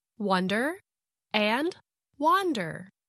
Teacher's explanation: And both words are stressed on the first syllable.